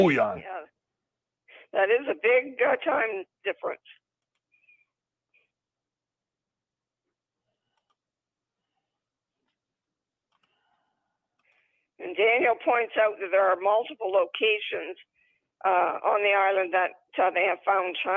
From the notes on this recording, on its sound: ON THE PHONE.